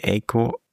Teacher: Aiko aus mit einem langen E und guckt mal und beobachtet eure Stimme, ob ihr in so ein leichtes I kippt, wenn ihr ein langes E ausspricht, so Aiko.